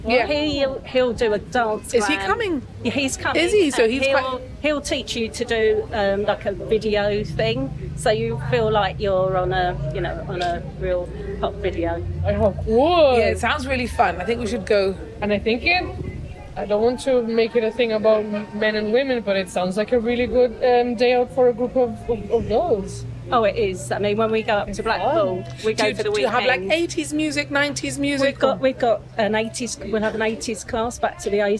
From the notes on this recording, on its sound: With thanks to the Bastion Restaurant for letting us record